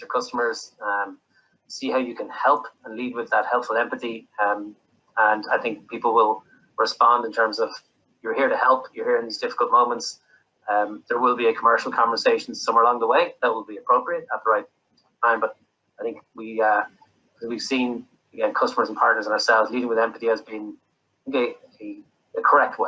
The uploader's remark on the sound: a virtual fireside chat